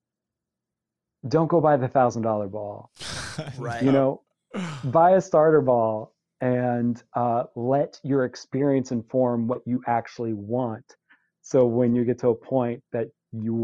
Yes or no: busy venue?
no